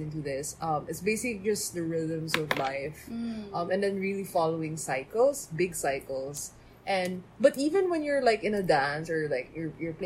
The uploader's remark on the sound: This has atmospheric sounds again.